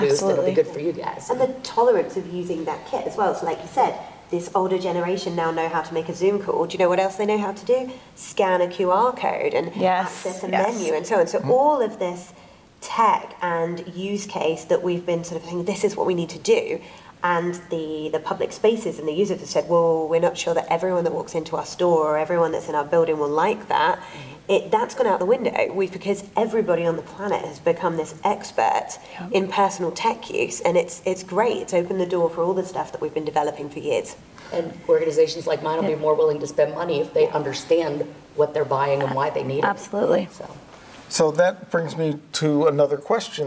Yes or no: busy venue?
yes